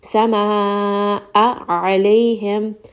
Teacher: Hamza is going to be from the lower throat, a very sharp sound. Alayhim, ayn is going to be from the middle throat, and it's going to have a little bit of that strangulation sound